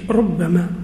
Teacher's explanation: لغة بني تميم ومن وافقهم يتلفظونها بالتشديد ربما، لغة بني تميم ومن وافقهم، ولغة أهل الحجاز ومن وافقهم يقرؤونها بالتخفيف ربما، ربما.